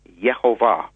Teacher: So the Yeh is sort of like a half vowel, Yeh, the whole, and then the Va is where the accent is